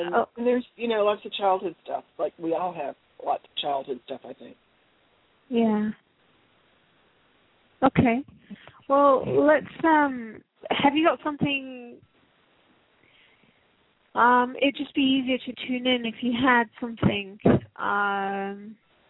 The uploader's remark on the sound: Takes your calls for healing live today!